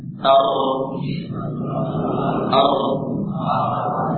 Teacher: Bergetar pada ujung lidah ketika diucapkan. · Term: takrir